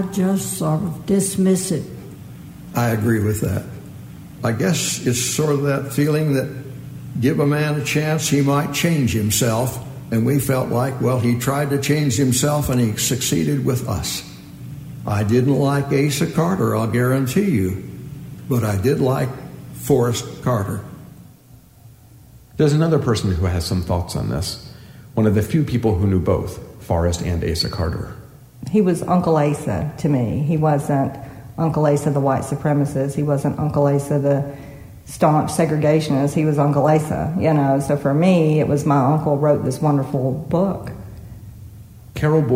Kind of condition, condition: setting, large echoing room